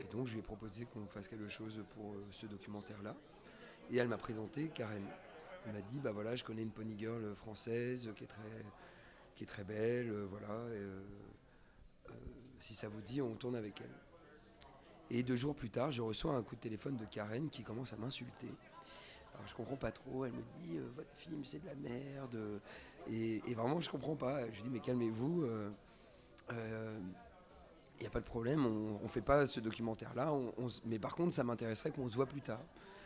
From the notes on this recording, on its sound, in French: au cinéma Nova le 14 Novembre 2016 durant le festival Pink Screens